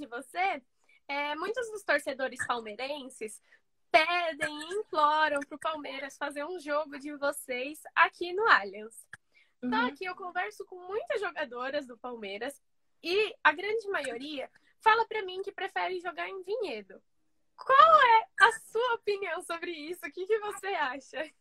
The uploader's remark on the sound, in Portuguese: Rolou uma live no meu instagram